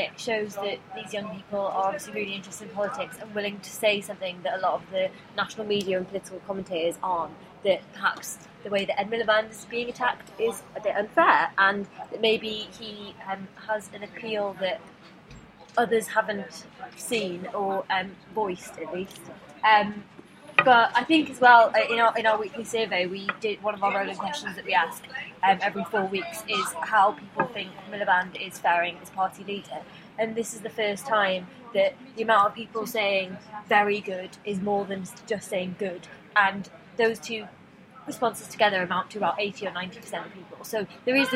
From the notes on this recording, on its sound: Record the podcast outside in the sunshine (complete with a spontaneous display of pure #milifandom).